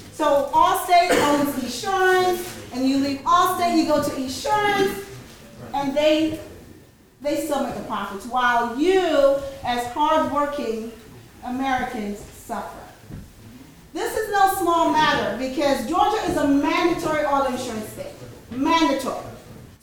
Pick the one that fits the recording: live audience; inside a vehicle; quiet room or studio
live audience